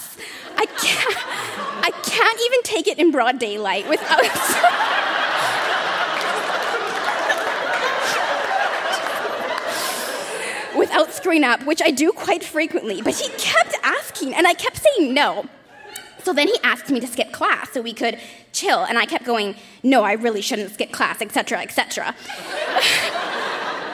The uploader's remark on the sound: Recorded live at the Arden Theatre in St.